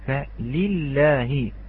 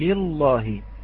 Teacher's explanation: اللامين الأولى والثانية، الأولى والثانية، عندما تريد أن تقرأ كلمة لله عليك أن تركز على كسرة اللام وتأتي بترقيقها ترقيقا جيدا، ثم بترقيق لام لفظ الجلالة · Shown in: first take